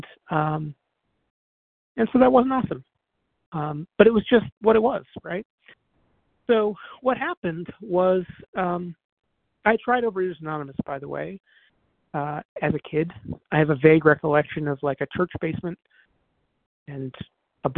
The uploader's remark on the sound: 100 Pounders Phone Meeting